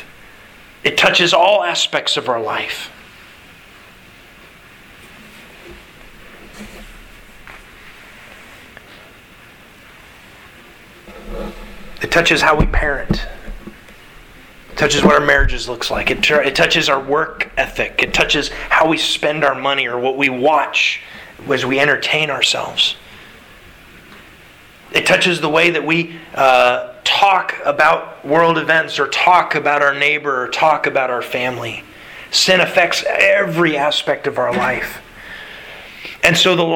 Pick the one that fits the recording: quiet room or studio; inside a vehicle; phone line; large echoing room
large echoing room